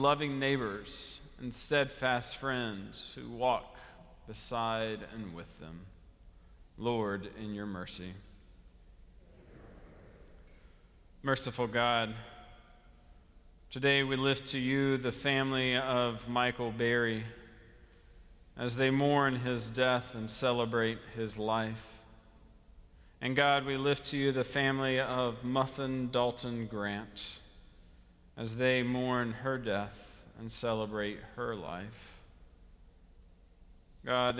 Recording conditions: large echoing room